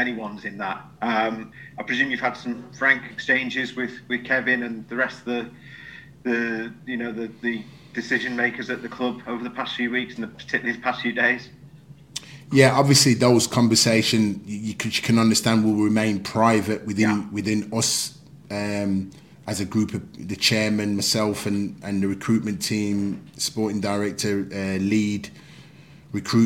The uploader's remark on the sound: PRESS CONFERENCE